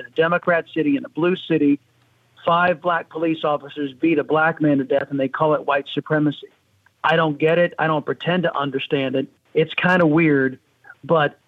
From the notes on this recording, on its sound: more of your calls on Open Phones